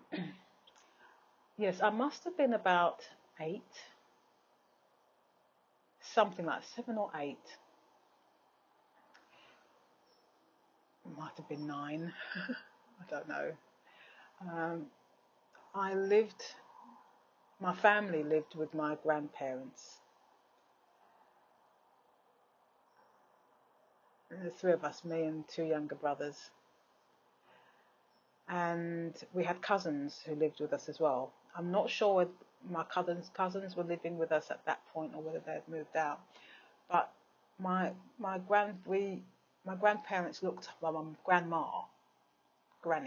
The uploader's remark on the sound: I managed to get out for another walk today. I've created a habit now of stopping to record my audio journal at the beginning of my walk so that I'm not so tired.